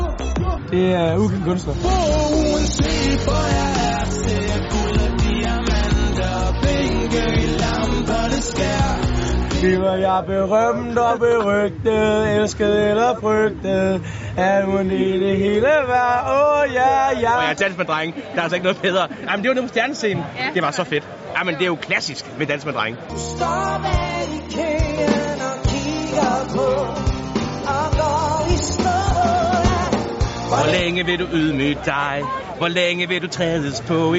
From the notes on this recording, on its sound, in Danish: De Smukke Nyheder runder årets festival af med indslag fra skoven.